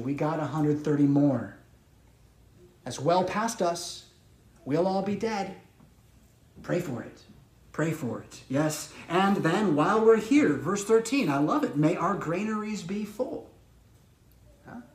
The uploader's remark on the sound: Preached at St Paul Lutheran Church , Rockford, Illinois on October 23, 2022.